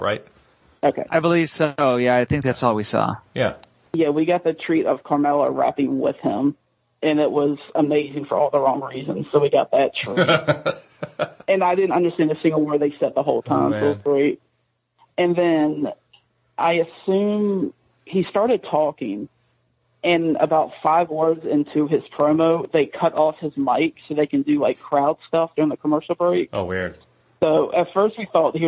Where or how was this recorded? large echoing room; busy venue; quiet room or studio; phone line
phone line